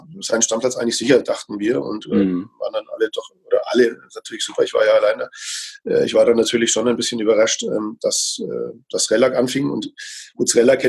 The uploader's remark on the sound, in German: Musste ich heute kurzfristig auf ein neues Aufnahme-Setup ausweichen – Zoom statt Skype. Scheint ganz okay funktioniert zu haben, obwohl ich erst skeptisch war.